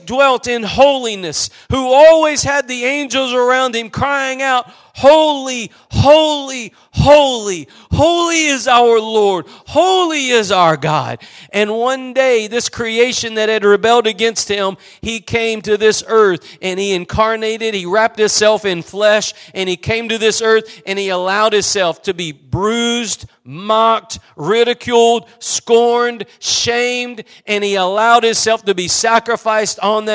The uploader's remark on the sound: Preached at Gospel Lighthouse in Bossier City, La.